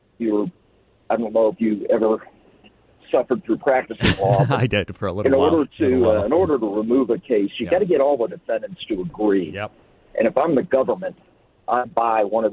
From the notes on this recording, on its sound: by phone for the full hour